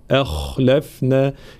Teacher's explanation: ترقيق الهمزة وتفخيم الخاء